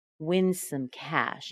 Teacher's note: The M at the end of some, my lips are together to do that, some. And before my lips are opened, I'm already pulling my tongue back to make that K sound on cash